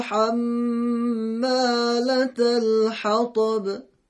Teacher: ولی های جیمی باید از وسط حلق همراه با مقداری گرفتگی ادا بشه